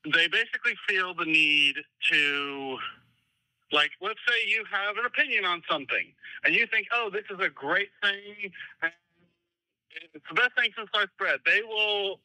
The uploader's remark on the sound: Take live calls and give shitty advice. In this live broadcast.